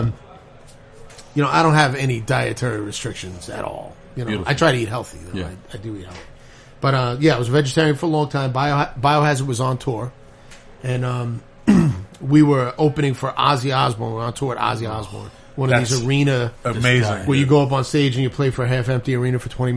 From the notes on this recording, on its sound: Over a meal at Sara Street Grill in Stroudsburg, PA.